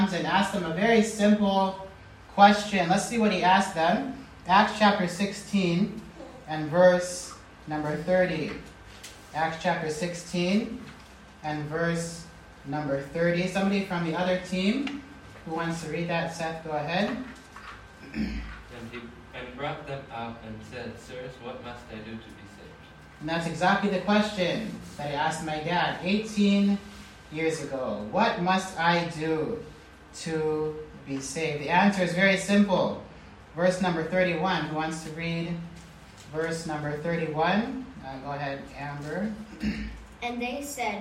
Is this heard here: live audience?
yes